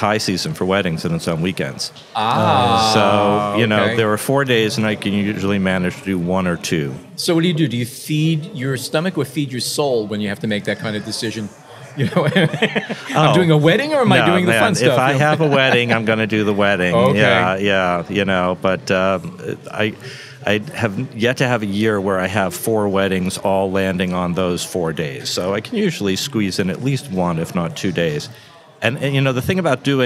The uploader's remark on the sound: we spoke at the 2019 Depth of Field Wedding and Portrait Conference